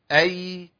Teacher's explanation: الياء حرف مجهور، يعني ما يمشيش فيه النفس ابدا، استحاله تمشي فيه النفس.